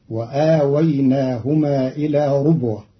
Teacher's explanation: قرأ قالون كلمة ربوة بضم الراء